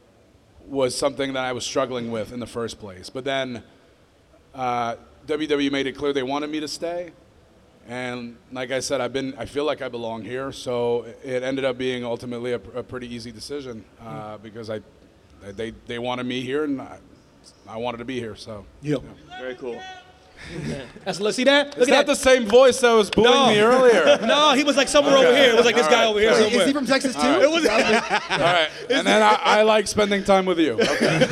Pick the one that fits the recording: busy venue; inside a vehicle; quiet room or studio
busy venue